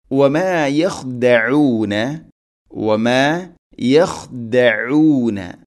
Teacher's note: വമാ യഖ്ദഊന, വമാ യഖ്ദഊന ഇവിടെ ഖ തൊണ്ടയുടെ മുകൾ ഭാഗം, അതുപോലെ ഐൻ തൊണ്ടയുടെ മധ്യഭാഗം